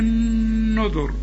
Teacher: النذر الراء طبعا قبلها مضموم، يبقى حنفخم الراء عند الوقف